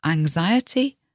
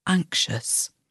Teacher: the X is pronounced as a Z in anxiety, and the X is pronounced as a SH, sh, sound in the word anxious